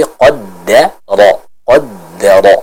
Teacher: kita masih tetap menjaga sifat tebal yang dimiliki oleh huruf qaf dan huruf ra di kata tersebut.